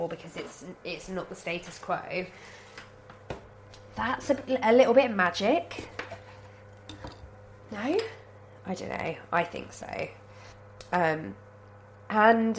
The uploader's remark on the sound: Today I'm recording while cooking, and pausing to sneeze. I sound like death, because I am STILL full of cold so apologies for that.